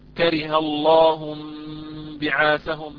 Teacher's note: عند النطق بالإقلاب الميم تكون يعني مخفاة ليست خالصة يعني مظهرة إنما مخفاة ولكن ليست بفرجة بإطباق رقيقة للشفتين، فنقول مثلا كره الله انبعاثهم، ما نقول انبعاثهم، نقول انبعاثهم بإطباقة خفيفة رقيقة للشفتين